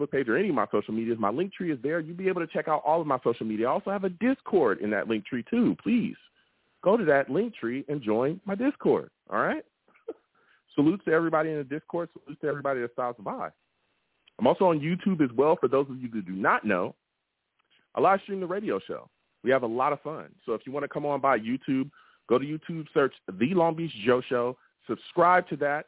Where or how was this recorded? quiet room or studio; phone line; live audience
phone line